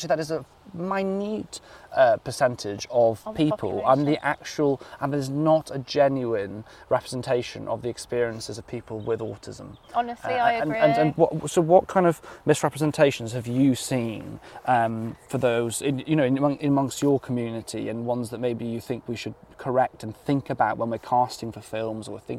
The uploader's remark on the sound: conversation this week in South Loughton Valley Park